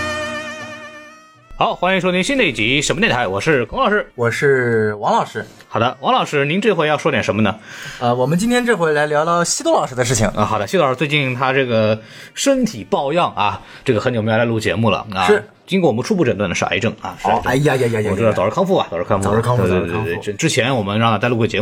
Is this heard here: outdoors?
no